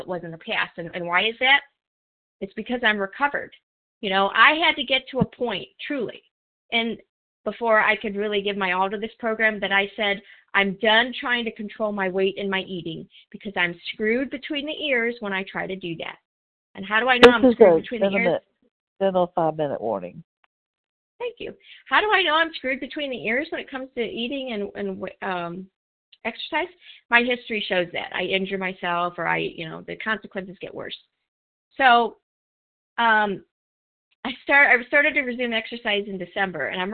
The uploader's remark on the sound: from the 100 Pounders Phone Meeting, 10/14/23.